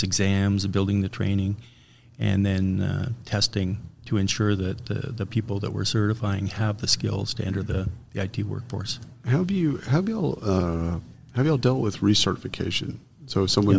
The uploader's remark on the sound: Live from SHRM Talent